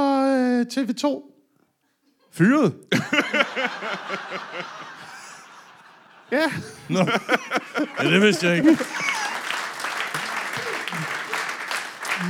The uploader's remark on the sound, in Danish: LIVE fra Fredericia